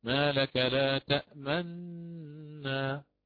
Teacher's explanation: ثم آتي بالنون مشددة بغنتها دائما